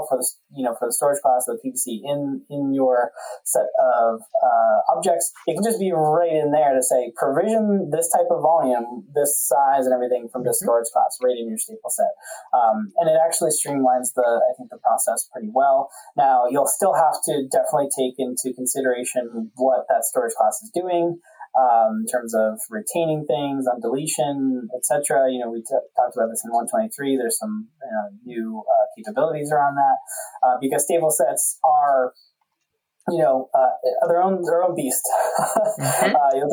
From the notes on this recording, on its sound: NOTE ON AUDIO ISSUES: we had some audio difficulties this episode, these will be fixed in future episodes.